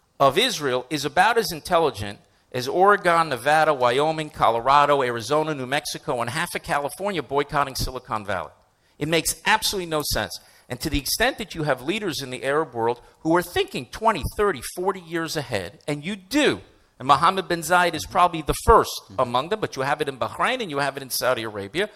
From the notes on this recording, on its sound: Addressed a live audience for StandWithUs UK, which I hosted in Central London.